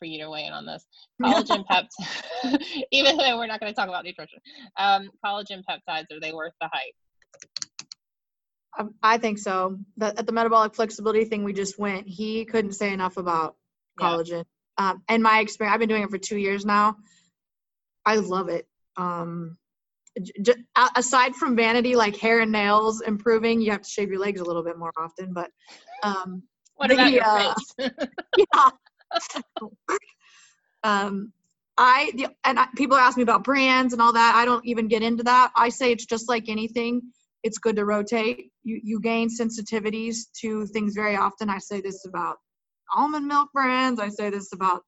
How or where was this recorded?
video call